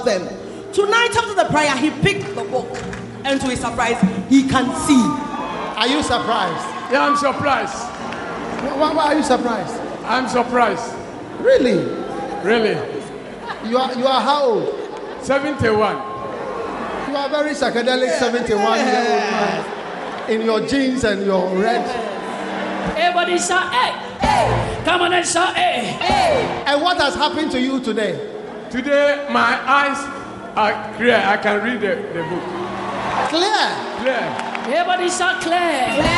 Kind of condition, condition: setting, live audience